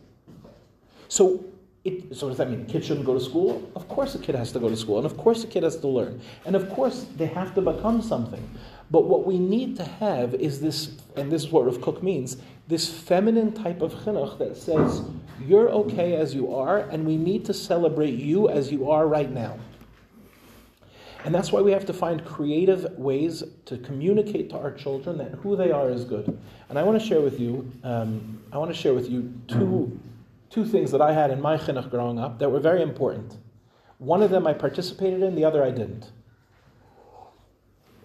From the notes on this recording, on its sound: In this shiur, delivered to the Shana Bet of Michlala